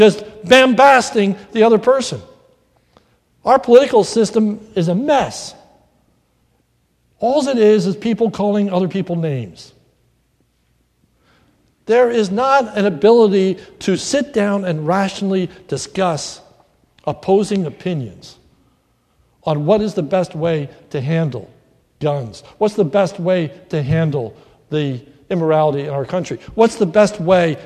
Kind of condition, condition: setting, large echoing room